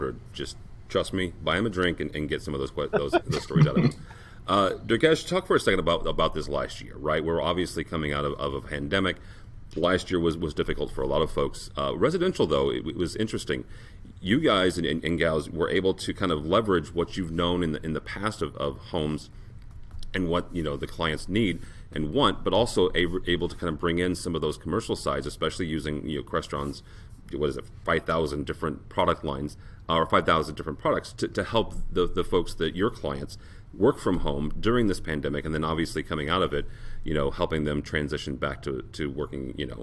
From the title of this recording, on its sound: Live From Crestron Masters 2021